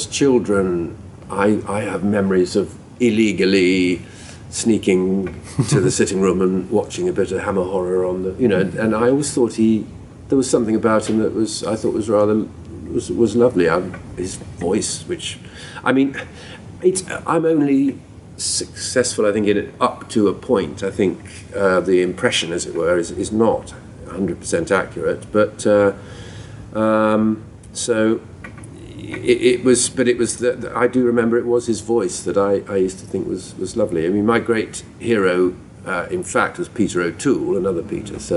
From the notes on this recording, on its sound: Recorded at London's MCM comic con, here is a round table interview.